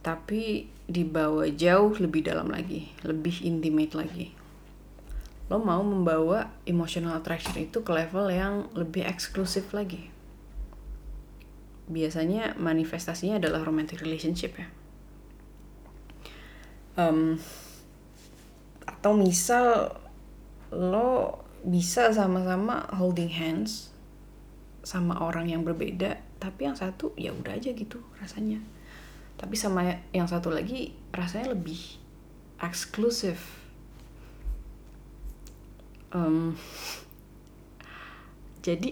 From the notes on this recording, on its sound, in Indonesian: Ini tuh udah direkam dari kemarin tapi audionya gak enak bgt dan banyak noise dan suara kipas AC dan ngomongnya belibet.